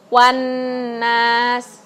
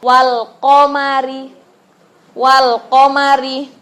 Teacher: Nah ini berarti dia alif lam syamsiah. Alif lamnya ini tidak terbaca. Kita langsung masuk ke nun. · Shown in: first take